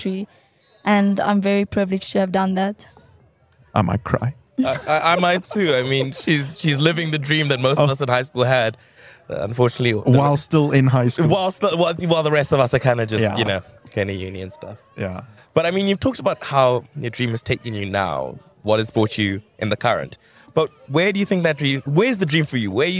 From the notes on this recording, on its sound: We were at the 2023 Standard Bank St Mary's Festival